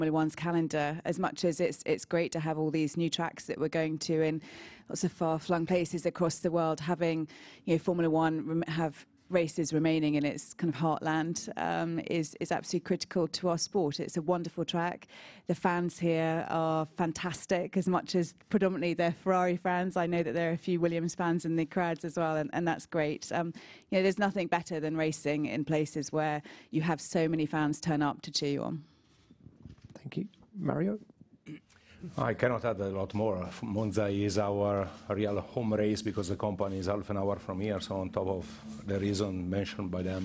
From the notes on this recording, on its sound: Friday Team Principals Press Conference